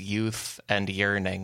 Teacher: the Y consonant sound is called a palatal semi-vowel